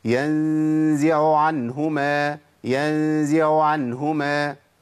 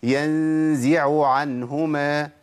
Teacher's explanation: العين الأولى بقت باهتة، ما كانتش باينة خالص · Shown in: first take